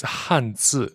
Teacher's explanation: Hanzi, which is fourth tone, neutral tone